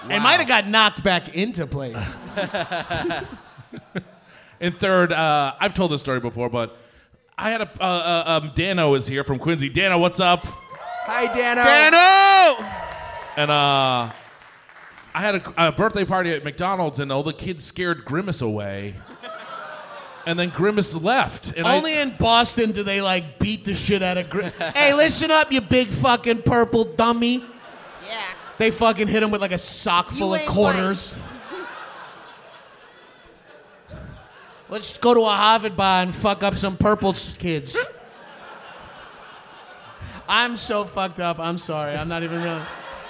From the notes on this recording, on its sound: Recorded live at the Logan Square Auditorium in Chicago, IL.